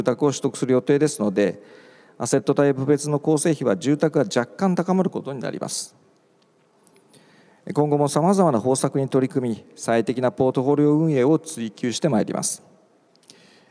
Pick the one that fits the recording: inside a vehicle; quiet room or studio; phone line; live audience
live audience